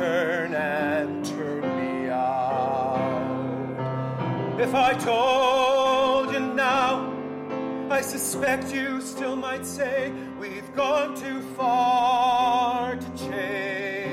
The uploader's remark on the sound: Recorded live Sept 19, 2015